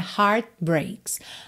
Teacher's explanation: De novo, você não escutou o T de heart